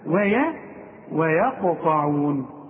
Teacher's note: الواو ترقق دائما، الياء ترقق دائما، القاف هي المفخمة مع الطاء مفخمة برضو